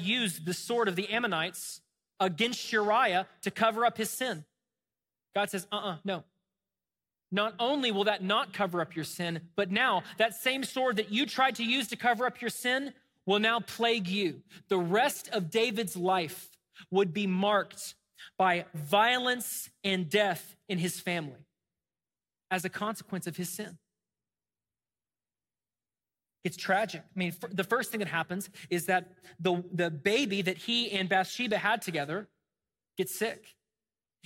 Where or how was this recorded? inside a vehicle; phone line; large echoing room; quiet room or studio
large echoing room